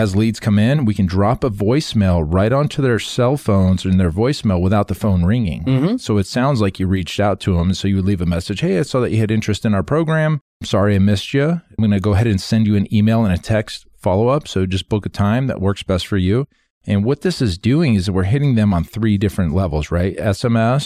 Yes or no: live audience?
no